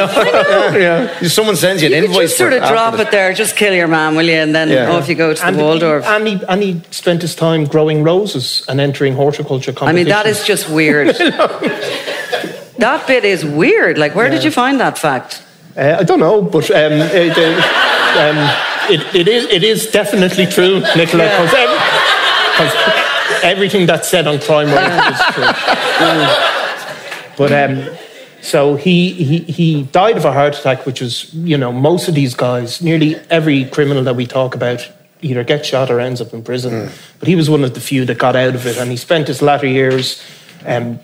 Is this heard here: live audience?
yes